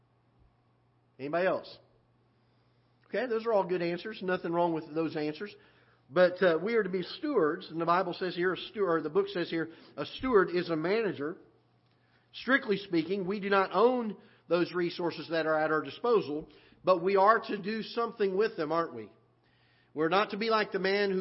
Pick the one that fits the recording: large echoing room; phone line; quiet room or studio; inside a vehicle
large echoing room